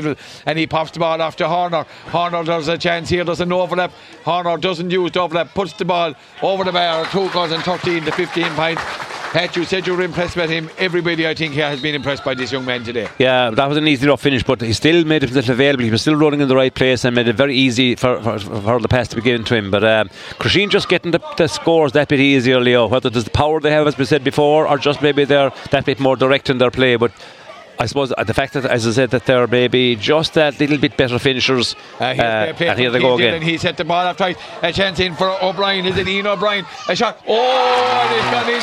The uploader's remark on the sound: Crusheen vs O’Callaghans Mills. Outside broadcast.